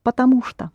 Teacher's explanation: Although it's two words, потому что, but when you link them together, pronounced together, что becomes unstressed.